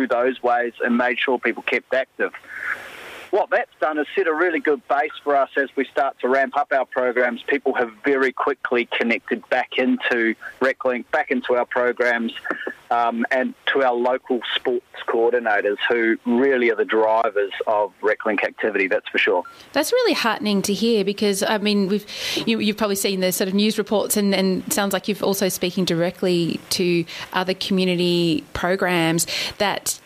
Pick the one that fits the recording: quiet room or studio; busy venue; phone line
phone line